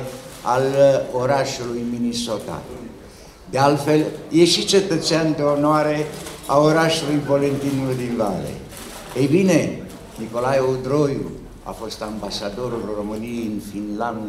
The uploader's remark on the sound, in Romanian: În perioada 19-22 octombrie 2022, la Galeria Artelor a Cercului Militar Naţional, a avut loc cea de-a XVI-a ediţie a Salonului de carte „Polemos” – istorie, ştiinţe politice, securitate şi apărare, eveniment prin care Editura Militară marchează an de an Ziua Armatei României. Înregistrare de la închiderea Salonului de carte POLEMOS ediția 20 22.